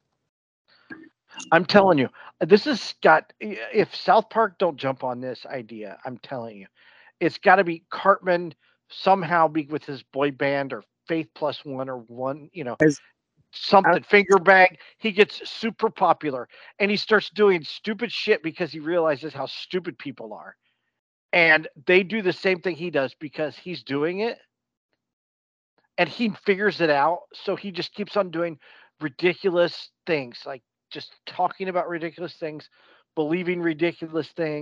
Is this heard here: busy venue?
no